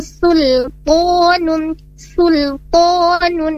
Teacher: Nah, kenapa di sini mudah terkecoh? Karena di setelahnya ada huruf to, memang huruf to-nya tebal, tapi huruf sinnya ditipiskan.